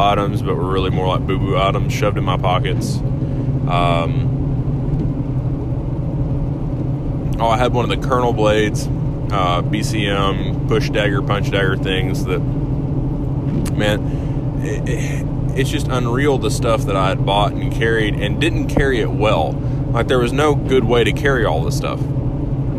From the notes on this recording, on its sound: Was recorded in truck on my way to work this morning so i apologize for any audio quality issues.